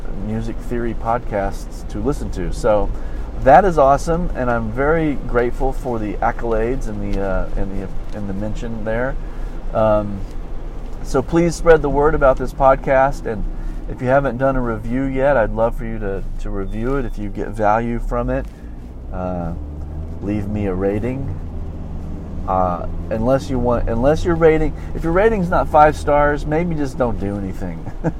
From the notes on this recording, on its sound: driving to my gig and talking about stuff